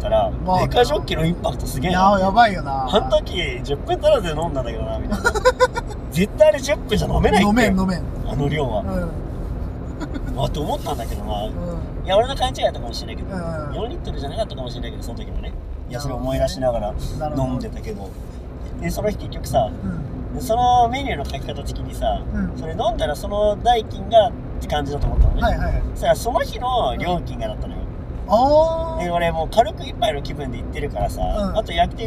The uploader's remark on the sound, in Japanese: 136回目は普段と違い車内での録音となります。スーパー銭湯に向かう道中の車内トークをお届けします。